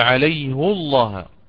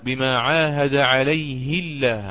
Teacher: عندما آتي بضمها الكناية عند الإمام حفص أفخم اللام في من لفظ الجلالة فأقول عليه الله، وعندما أكسر عند الإمام قالون أرقق اللام · Term: تفخيم اللام